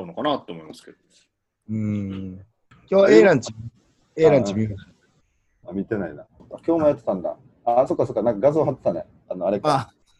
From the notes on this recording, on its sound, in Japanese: なかなか3人で集まれない中、このご時世らしくZOOMでステイホームしながら風を吹かせてみました。